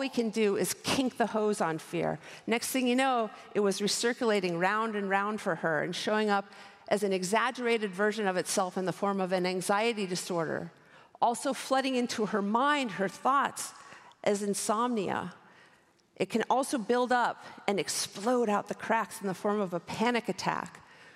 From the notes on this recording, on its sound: recorded at the 2023 Oslo Freedom Forum